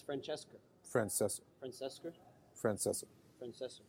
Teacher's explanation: In New York, for example, the words that end in an A are often pronounced with an R, as in the name Francesca, which is often pronounced as Francesca.